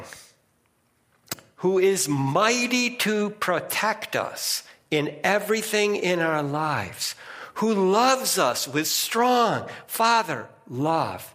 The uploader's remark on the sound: First Congregational Church of Clinton, MA -- Sermon -- November 20, 2022